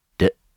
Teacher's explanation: When you say them, your face is exactly the same, except that when you say the d, you kind of bzzz, vibrate your throat · Term: voiced